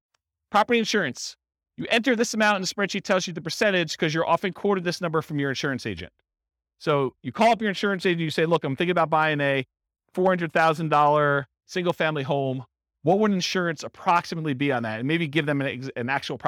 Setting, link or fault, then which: setting, live audience